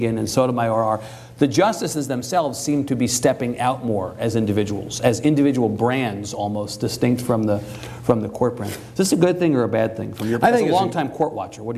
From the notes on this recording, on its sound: This event was recorded before a live audience in Austin. Our TribLive events feature discussions with our honored guests followed by questions from the audience.